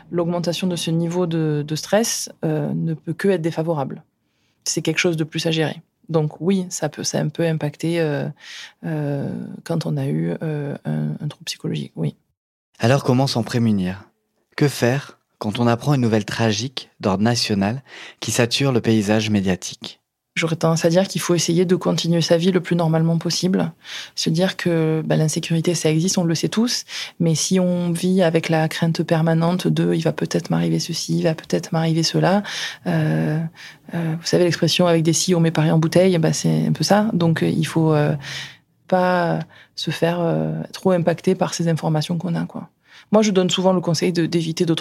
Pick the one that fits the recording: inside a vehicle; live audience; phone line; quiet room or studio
quiet room or studio